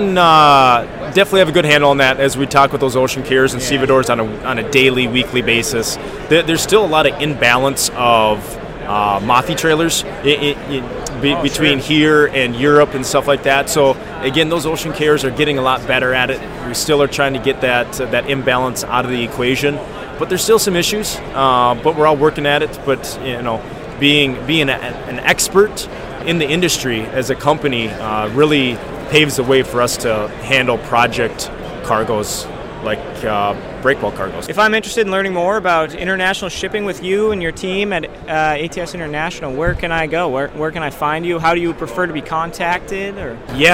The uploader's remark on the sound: LIVE From The Breakbulk Americas 2022 Trade Show Floor